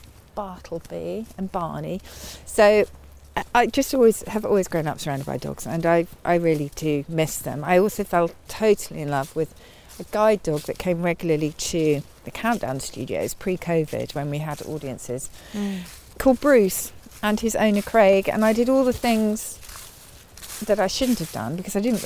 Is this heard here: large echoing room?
no